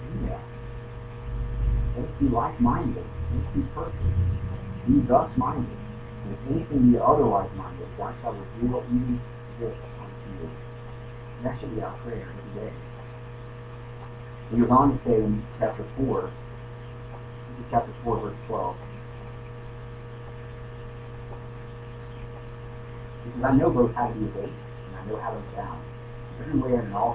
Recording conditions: poor sound quality